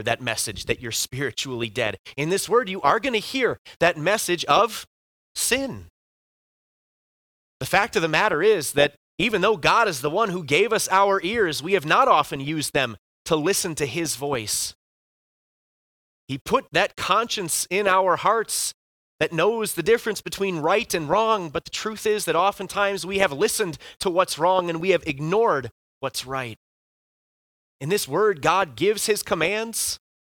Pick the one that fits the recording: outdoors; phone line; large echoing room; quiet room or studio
large echoing room